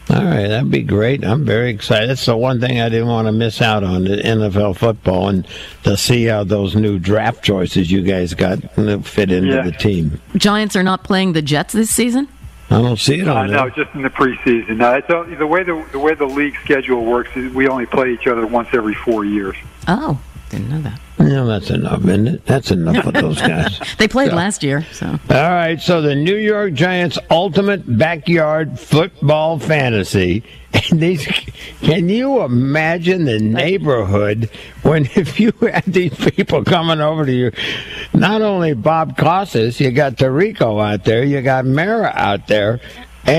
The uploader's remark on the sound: checked in on the big show star phone